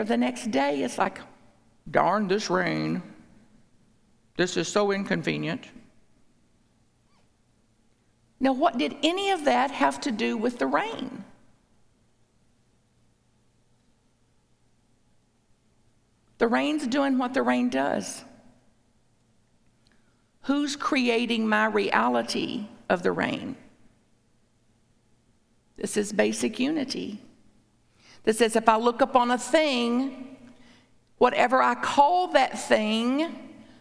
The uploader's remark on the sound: A talk at Unity Church. At Unity on the North Shore in Evanston, IL.